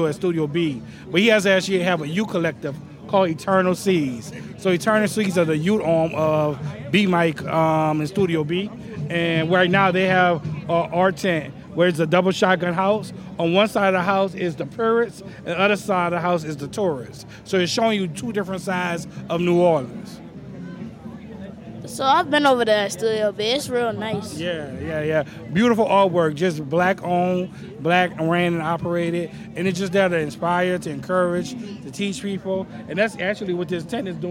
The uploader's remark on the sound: this episode we are live at Jazz Fest!